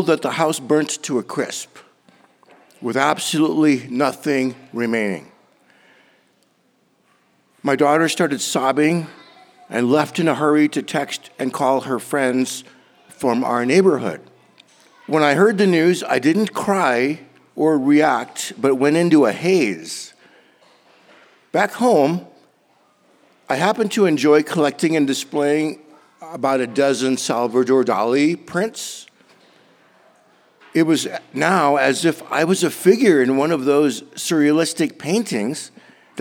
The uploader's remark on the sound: recorded at a Superior Community Center event